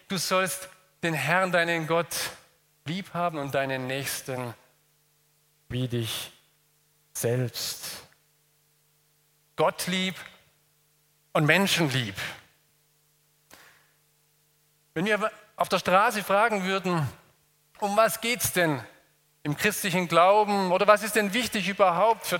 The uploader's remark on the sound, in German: aus dem Gottesdienst der Liebenzeller Mission